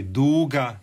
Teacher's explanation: to je samo uzlazni naglasak, isto je dug